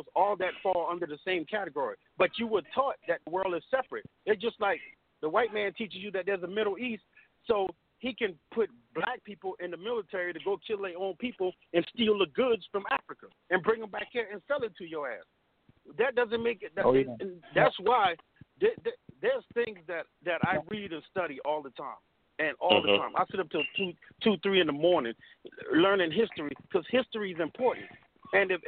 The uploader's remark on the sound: we will also open up the phone lines